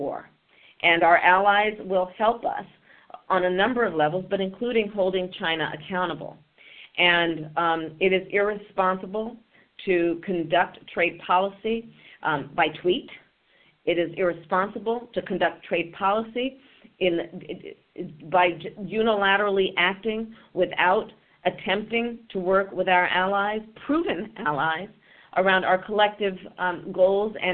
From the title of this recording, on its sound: Solutions 2020 conference call